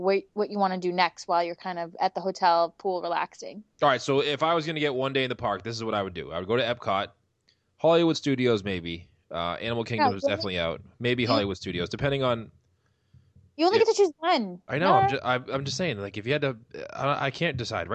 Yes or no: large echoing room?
no